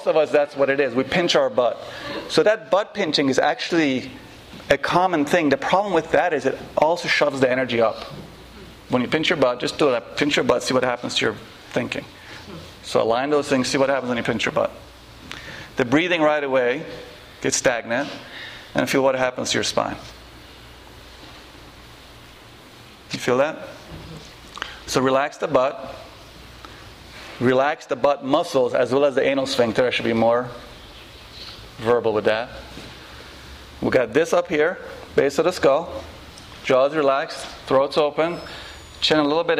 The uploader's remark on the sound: This lecture and Q&A session was recorded on February 6, 2012, at The Shala Yoga House in NYC.